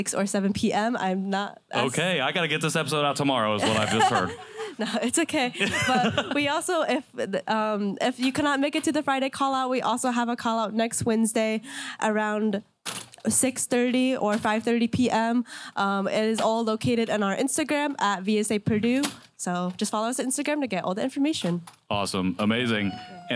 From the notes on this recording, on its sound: We're coming to you live from Purdue University to celebrate Express Fest 2023! A radio style broadcast featuring interviews and songs. Due to copyright and licensing laws we can't play the actual songs on the recording.